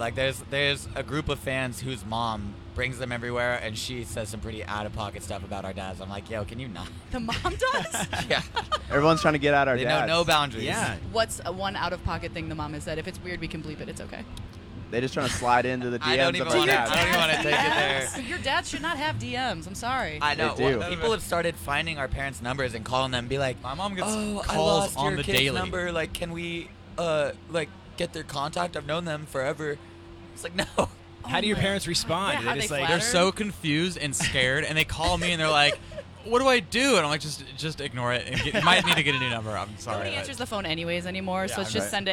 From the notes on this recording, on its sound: The Mix is live backstage at Lollapalooza 2023!